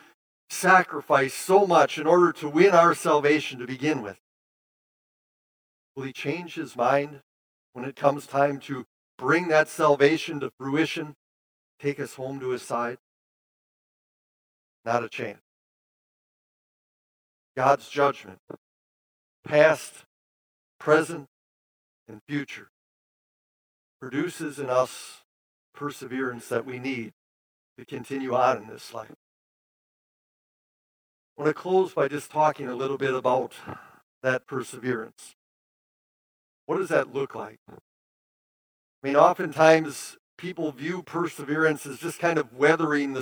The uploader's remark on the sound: preached this sermon at Bethany's Sunday worship on November 13, 2022